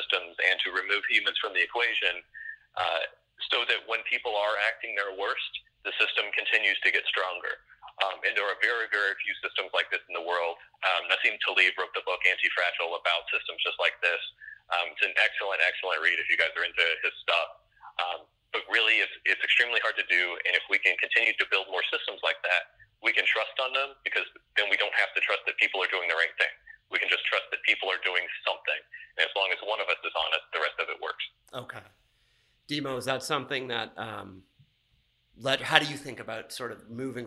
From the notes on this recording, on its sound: by phone